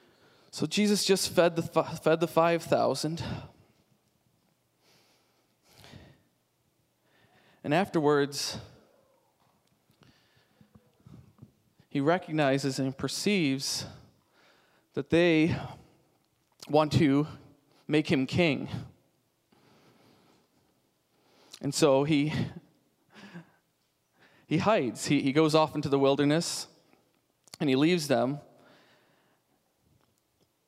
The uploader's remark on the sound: Sunday Service Recording